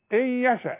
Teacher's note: ادي نون اهي بعدها الياء مش هستعمل فيها اللسان